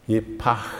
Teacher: that's a long, breathed out sound, an outgoing, long, drawn out sound · Term: het